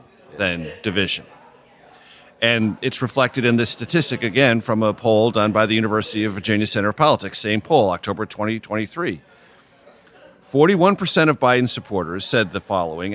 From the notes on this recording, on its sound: recorded at one of our Capitol Hill favorites, Santa Rosa Taqueria